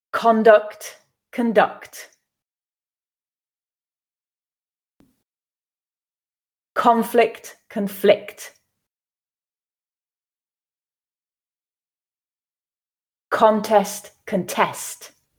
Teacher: We're going to read the noun first and the verb second, so we'll be stressing the first syllable with the nouns, the second syllable with the verbs · Term: word stress